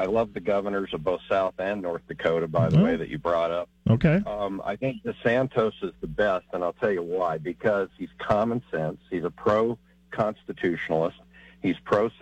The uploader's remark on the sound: takes your phone calls on News Radio KKOB